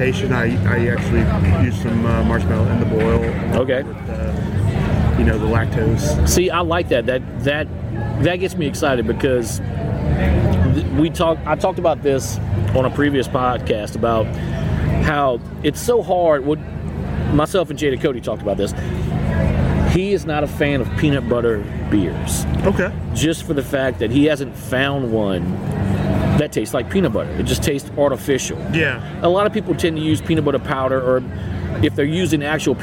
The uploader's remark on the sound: On this episode we take a trip to Tin Roof Brewing here in Baton Rouge.